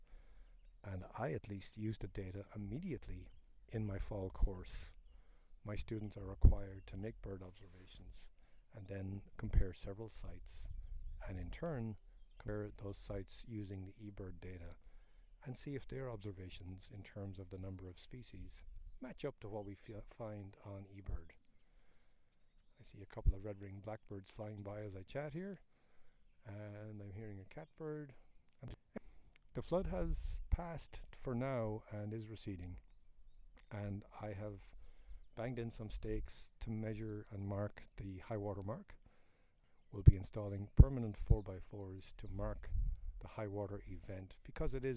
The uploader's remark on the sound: These are some of the questions I discuss as I walk about in the Winooski River floodplain. This a recording out in the natural world and the audio quality is sometimes affected by wind. And airplanes.